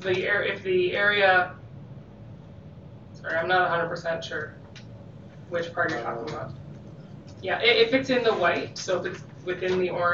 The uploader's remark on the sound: Audio recording of the April 8, 2019 Regular Meeting of Peace River's Town Council.